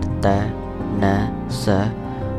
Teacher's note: Alveolar, it is the tongue touching the alveolar ridge